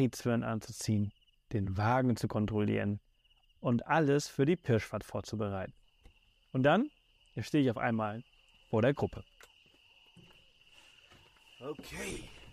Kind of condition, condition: setting, outdoors